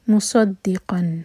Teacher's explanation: مصدقا، قاف پر فتح کی تنوین، اس کے بعد ہے با، تو تنوین کا ساؤنڈ میم میں چینج ہوا · Term: اقلاب